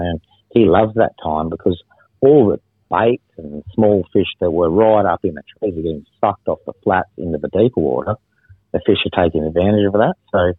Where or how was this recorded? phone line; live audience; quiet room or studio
phone line